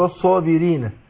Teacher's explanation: الراء مكسورة فهتاخد يعني هتكون مرققة